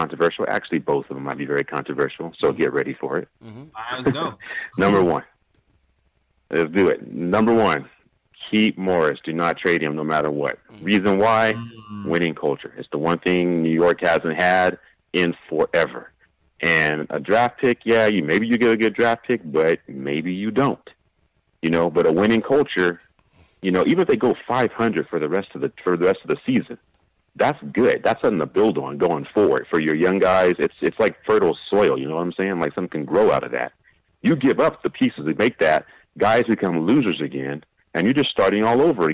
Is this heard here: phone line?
yes